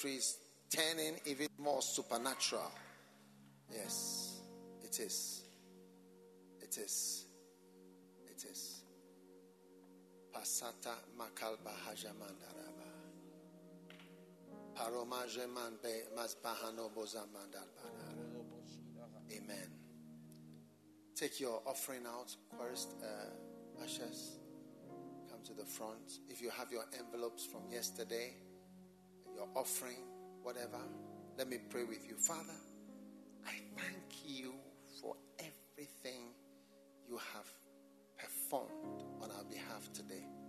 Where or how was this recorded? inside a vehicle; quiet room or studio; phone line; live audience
live audience